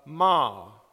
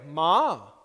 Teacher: When you say it with a falling tone, it means mother. · Shown in: first take